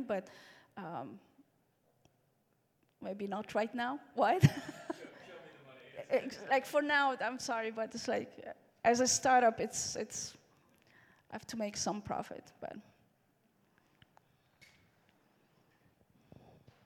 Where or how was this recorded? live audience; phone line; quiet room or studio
live audience